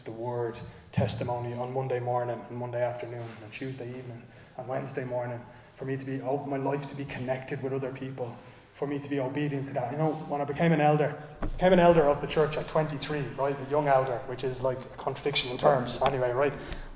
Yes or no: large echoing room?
yes